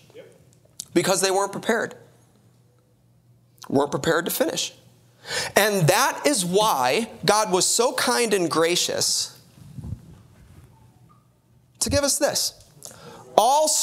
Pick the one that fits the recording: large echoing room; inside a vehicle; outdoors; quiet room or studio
large echoing room